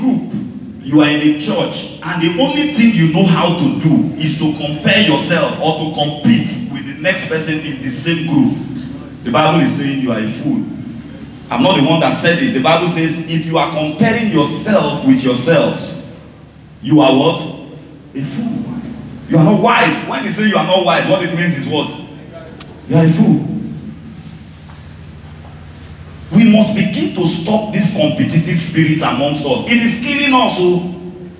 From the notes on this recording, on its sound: This is a message I preached on the 14th July 2019, I had the privilege to share this at our Sunrise service.